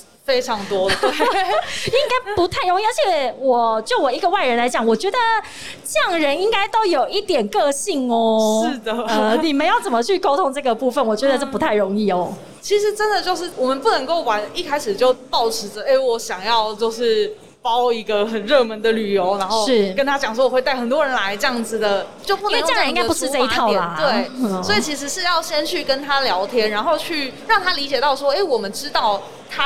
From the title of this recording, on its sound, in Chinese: 2021 Energy Taiwan智慧能源週-Live Podcast